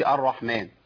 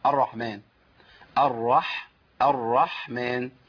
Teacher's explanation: عندي الحاء ساكنه لابد من جرار الصوت فيها · Shown in: second take